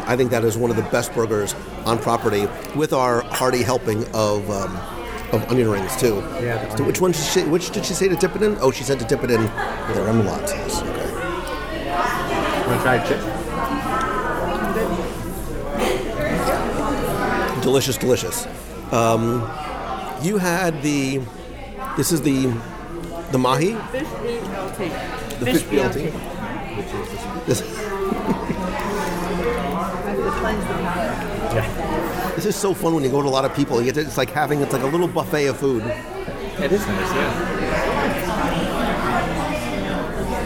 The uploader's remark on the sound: Olivia’s at Old Key West LIVE Dining Review. Join me at the table this week as we experience the romance of the Florida Keys at Disney’s Old Key West Resort.